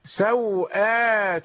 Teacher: قصر الواو هنا معناه إلغاء المد بالكلية، تكون الواو ساكنة.